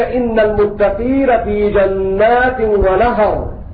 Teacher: فالراء مضخمة في حال الوقف لأنها ساكنة بعد فتحة